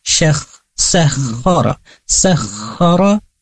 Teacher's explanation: kita harus penuhi tasydid di huruf kha, maka kita tasydidkan atau gandakan syakh, sakhara, sakhara.